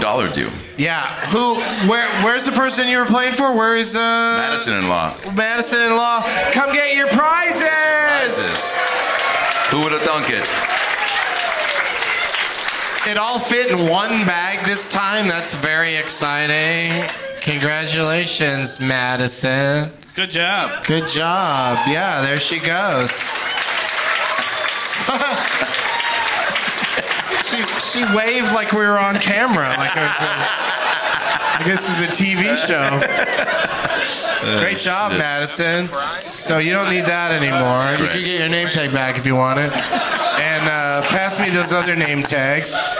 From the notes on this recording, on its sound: Live from Hyena's Comedy Club in Dallas